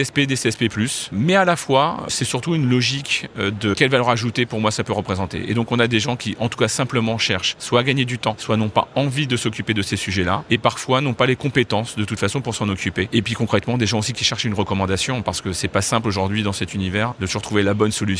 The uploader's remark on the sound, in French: pour un nouvel épisode de Mon Podcast Immo en live de Franchise Expo